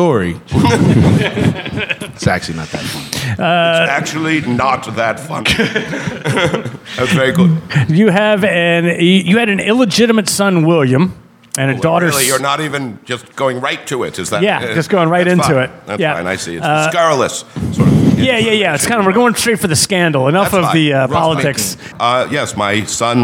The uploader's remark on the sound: As part of the Philadelphia Podcast Festival. At the National Liberty Museum for our first-ever recording in front of a live audience.